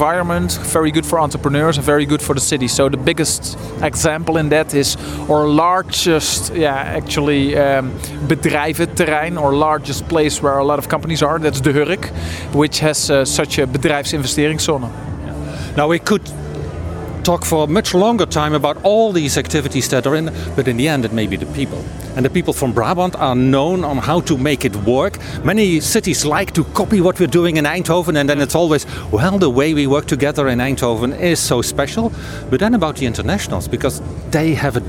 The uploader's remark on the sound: We recorded the interview at the official opening of the Una Paloma Blanca language hub.